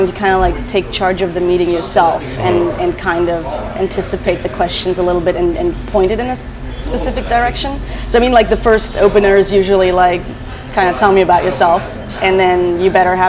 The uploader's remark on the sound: This episode was recorded live.